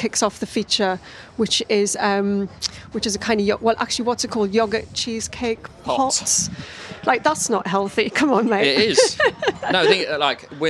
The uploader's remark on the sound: This podcast was recorded live at the Tower of London Food Festival.